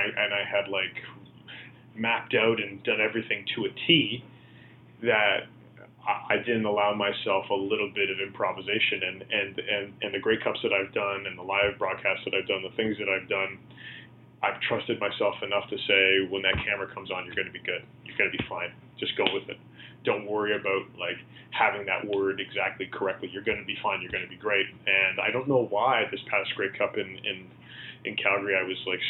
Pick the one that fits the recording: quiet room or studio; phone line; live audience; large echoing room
phone line